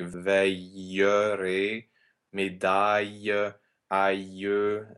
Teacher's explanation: you have to make sure that that J glide is really projected without anticipating it so much that it becomes a diphthong